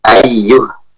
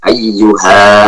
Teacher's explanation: Jika waqaf, waqaf dengan suara ha yang sukun. · Shown in: first take · Ayyuh. Tidak waqaf dengan alif.